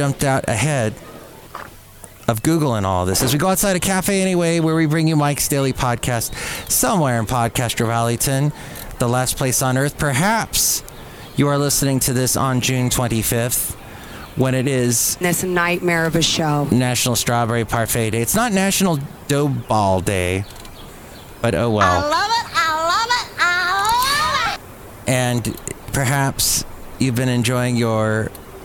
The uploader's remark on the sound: podcasts live from Café Anyway